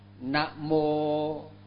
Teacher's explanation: Mô là dài, mà Na là ngắn, Na Mô. Đó.